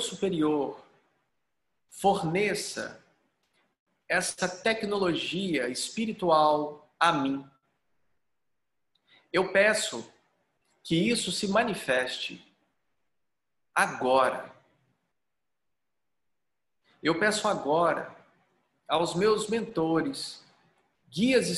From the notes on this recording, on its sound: Online via Zoom.